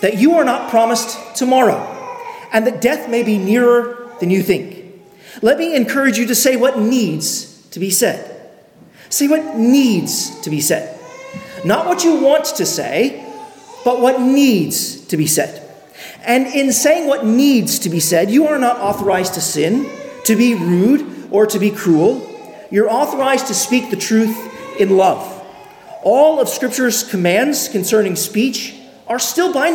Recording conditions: large echoing room